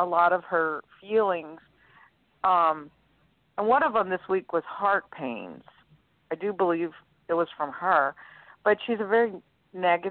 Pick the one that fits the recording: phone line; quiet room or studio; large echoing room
phone line